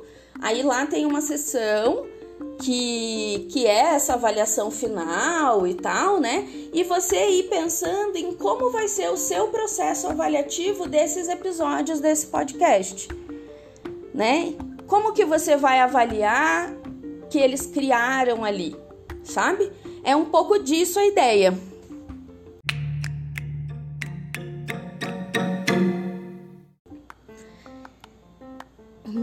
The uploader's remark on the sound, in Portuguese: Aplicativos: anchor e canva (versões gratuitas). Gravado do celular (Redmi Note 8 PRO – sem microfone).